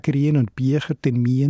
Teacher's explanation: Auch dort im Laufendal gibt es gewisse Entrundungen noch.